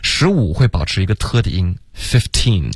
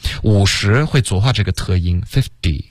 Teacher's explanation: 50的特呢，在美式的发音中会浊化成一个的50 · Shown in: second take